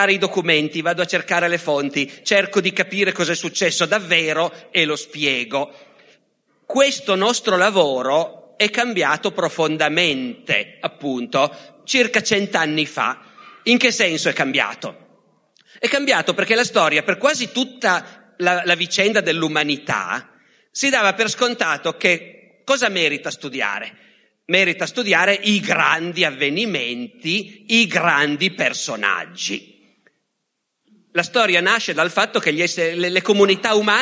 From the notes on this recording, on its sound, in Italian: Da LOGOS, il festival del CSOA eXSnia di Roma.